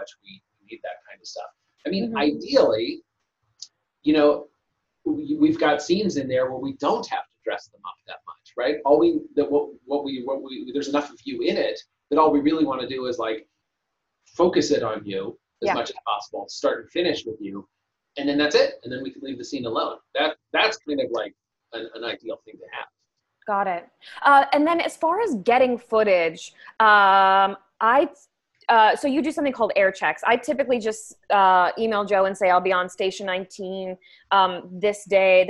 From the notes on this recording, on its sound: We taped this during the pandemic, and it is still, to this day, our most requested zoom recording!